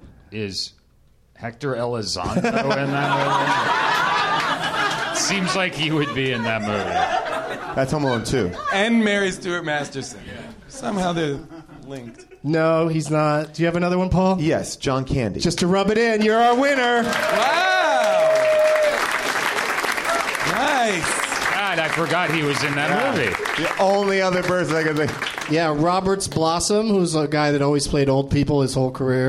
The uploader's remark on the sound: Live from the NerdMelt Showroom